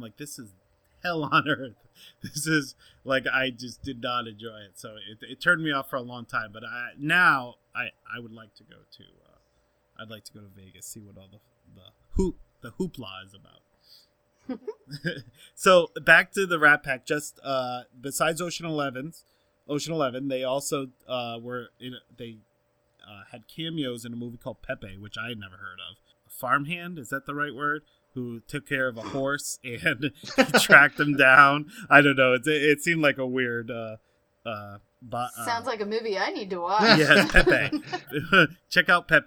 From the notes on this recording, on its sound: There were issues with sound on this episode.